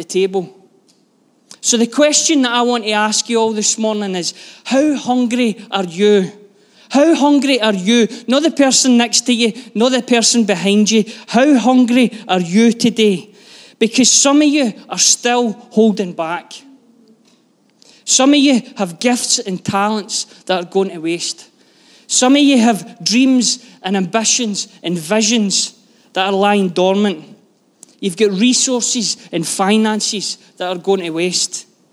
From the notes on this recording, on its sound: Live from our Sunday gathering on 05/03/23